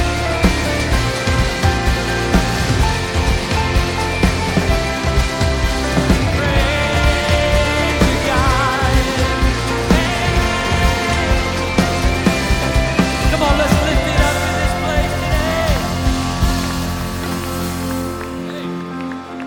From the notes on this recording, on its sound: Recorded live at Stevens Creek Church.